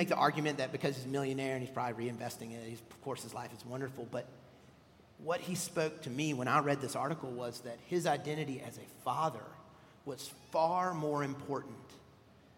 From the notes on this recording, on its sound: at Redeemer Presbyterian Church in Charleston, SC